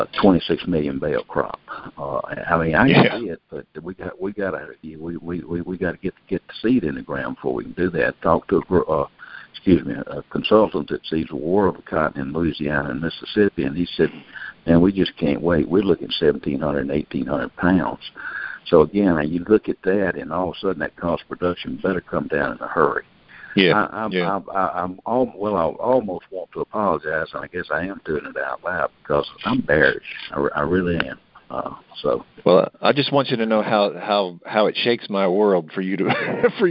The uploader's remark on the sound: Monthly Conference Call